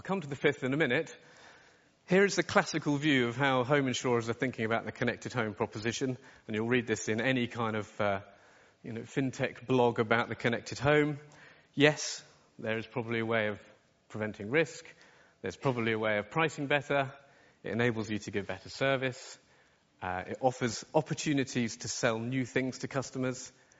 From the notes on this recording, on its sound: From our 2017 conference Insurance Innovators Summit